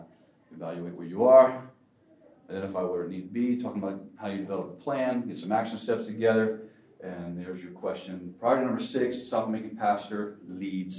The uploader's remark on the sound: This episode is from Impact Discipleship Ministries, recorded at the National Disciple Making Forum.